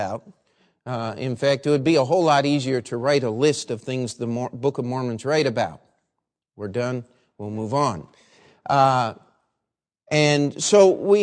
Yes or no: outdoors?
no